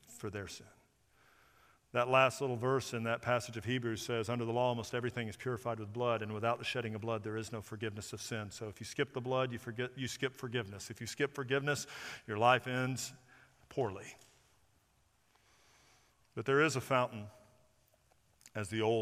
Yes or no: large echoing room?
yes